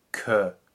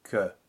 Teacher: One has to be careful to not blow too much air through that consonant. · Shown in: second take · Term: K sound in French